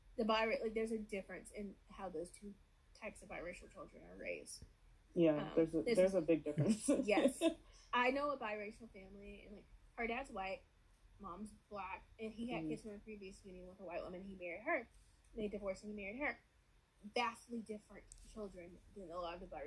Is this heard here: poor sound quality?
yes